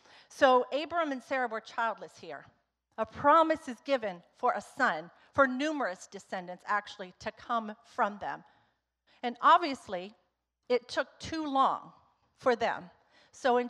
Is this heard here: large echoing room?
yes